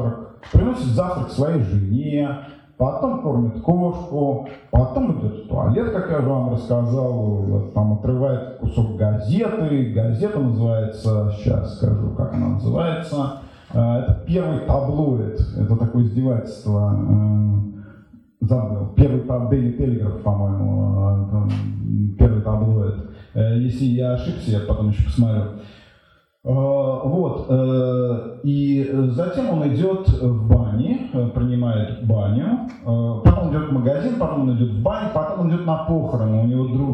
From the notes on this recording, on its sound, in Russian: Лекция в рамках VII Международного арт-фестиваля «САД ГЕНИЕВ».